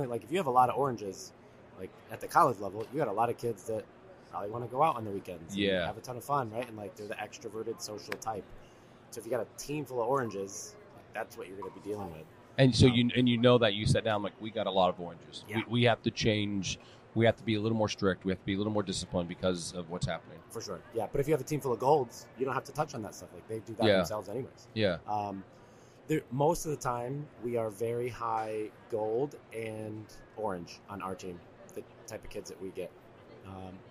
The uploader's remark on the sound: Live from the USC Convention